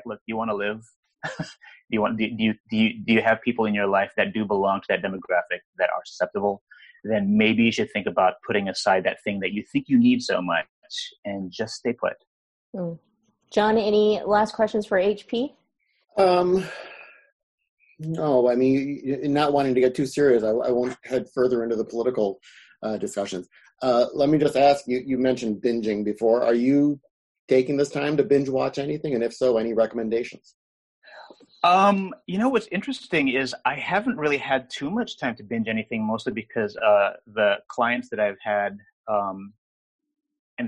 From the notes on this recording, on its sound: In response to the Coronavirus Covid-19 outbreak, this program took place and was recorded live via video conference for an online audience only on April 20th, 2020.